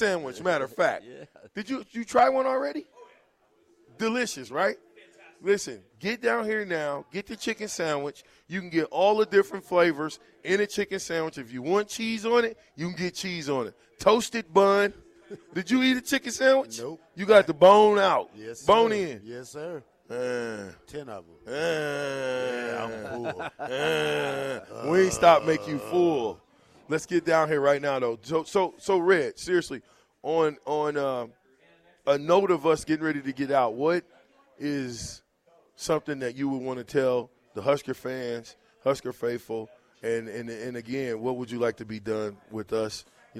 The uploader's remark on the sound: LIVE at Wingstop